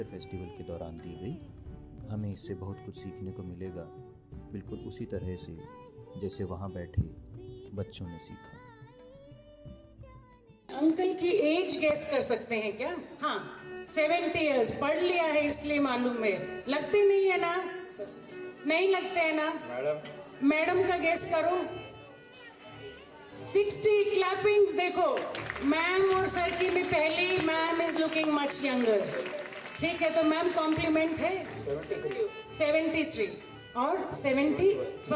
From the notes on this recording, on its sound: At the Bhiwani Children's Literature Festival 2020